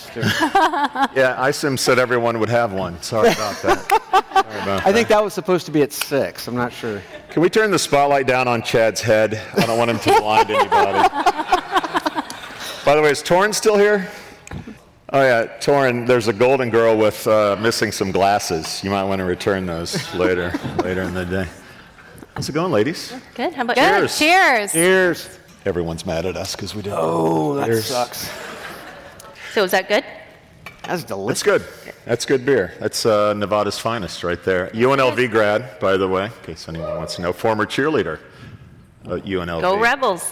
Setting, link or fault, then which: setting, live audience